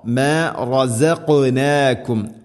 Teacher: റസഖ് ഖാഫിന് സുക്കൂനാണ്, ഖൽഖല ചെയ്യണം, ശരിക്കും കേൾക്കണം. മാ റസഖ്നാകും, മഖ്റജും ശ്രദ്ധിക്കണം, തൊണ്ടയുടെ മുഗൾ ഭാഗവും കഴിഞ്ഞ് ചെറുനാക്കിൻ്റെ ആ ഒരു ഭാഗമാണ് ഖാഫ്.